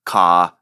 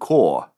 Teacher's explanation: car gets something of an ah sound in southern New England, but an aw sound a few hundred miles away in southern New Jersey